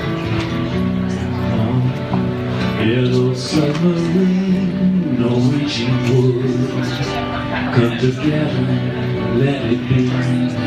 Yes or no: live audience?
yes